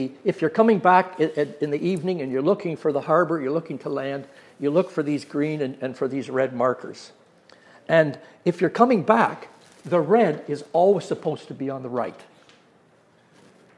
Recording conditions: live audience